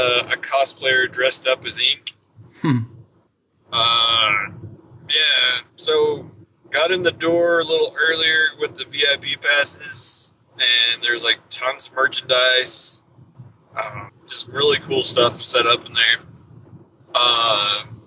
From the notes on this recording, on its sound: We ran into some technical snags trying to get good audio on this check-in since they were on the run.